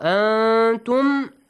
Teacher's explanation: Ikhfa, hide the sound of nun.